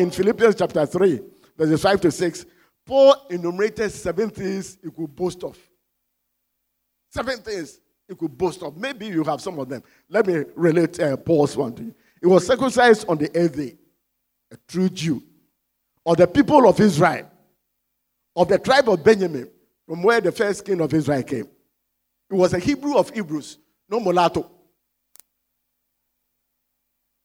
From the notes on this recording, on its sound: Sermon preached at CBC Shiashie Campus